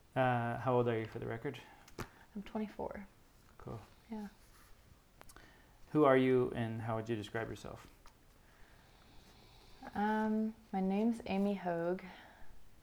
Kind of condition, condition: fault, sounds in the background